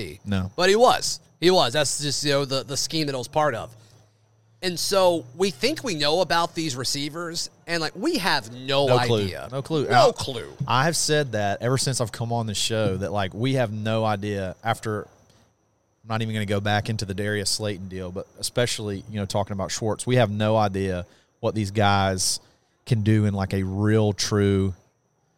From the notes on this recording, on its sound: broadcast live from Baumhower's in Auburn.